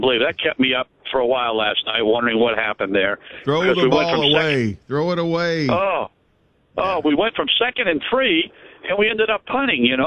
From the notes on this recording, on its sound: taking your phone calls